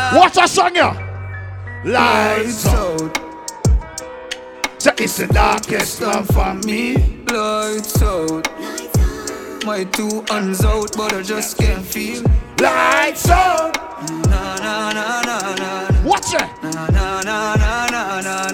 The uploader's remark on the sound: LIVE AT OUTSIDE 5TH AUGUST 2022